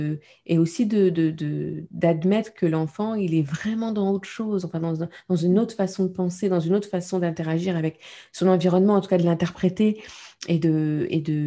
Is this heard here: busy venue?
no